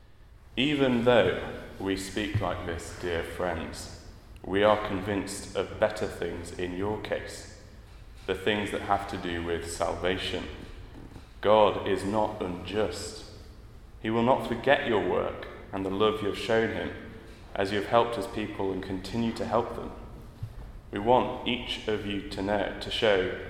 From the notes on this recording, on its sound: at a Christians in Parliament Chapel Service which was held in the Chapel of St Mary Undercroft on Tuesday 13th June 2023.